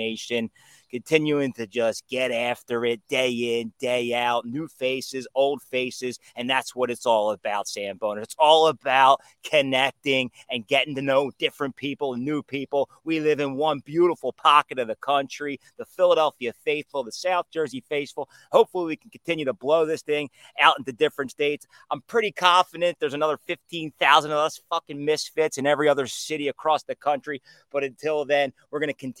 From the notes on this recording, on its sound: Coming to you live from outside